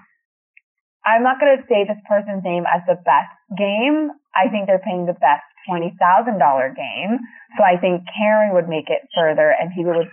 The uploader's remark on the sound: This is our phone interview